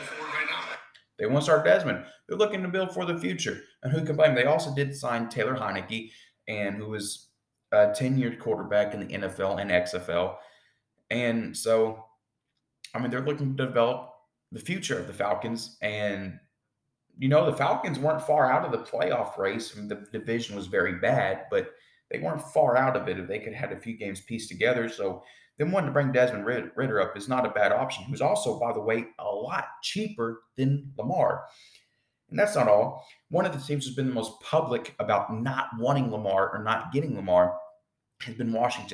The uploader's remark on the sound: Apologies for the echo sound as I am getting my podcast room set up and as of right now it is empty.